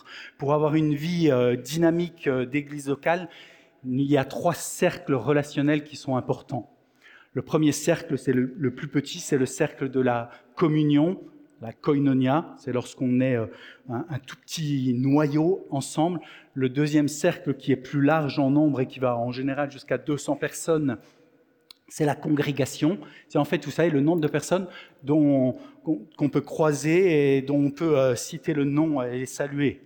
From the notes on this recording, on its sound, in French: Enregistré à l'église CVV, le 17/09/2023